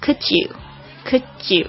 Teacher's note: could 跟 you 可以连起来，所以就会变成 could you, could you,那个 D 跟 Y 那个声音就变成 you, you, you 的声音啊